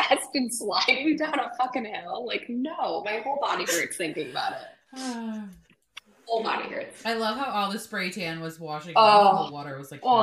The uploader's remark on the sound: We're also apologizing for the poor quality of this episode, transatlantic recording is not our specialty.